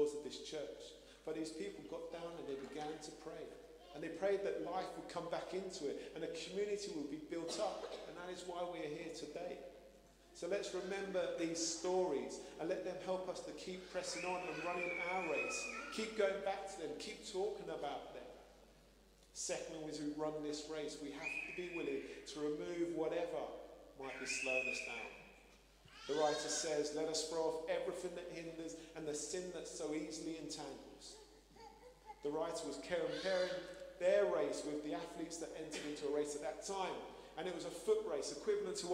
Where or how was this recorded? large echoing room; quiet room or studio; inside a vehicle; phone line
large echoing room